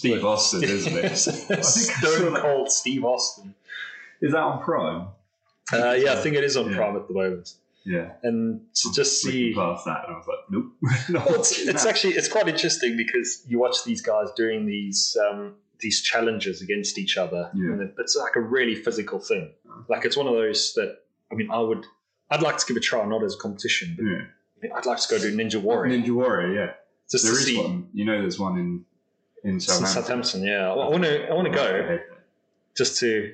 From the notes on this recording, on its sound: Apologies for the audio issues this week. We had an issue with the sound card.